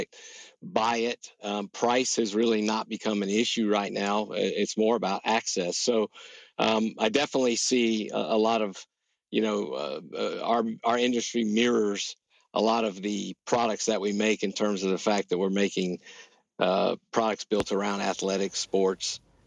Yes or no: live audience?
no